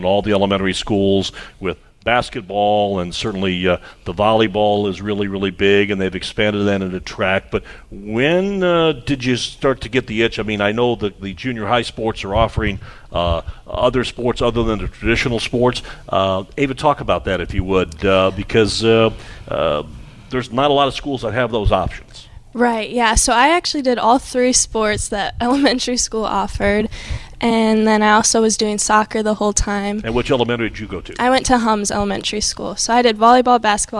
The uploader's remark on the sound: live from Monterrey Mexican Grill on McKinley Road in Mishawaka